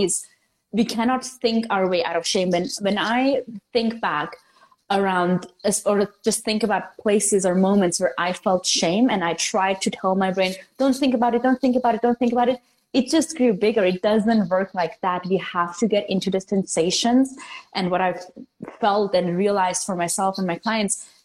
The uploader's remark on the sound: This is an IG Live turned into Podcast Episode.